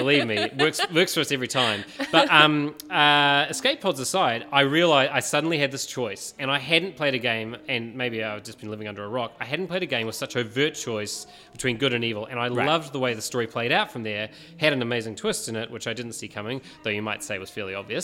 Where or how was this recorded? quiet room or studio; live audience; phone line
live audience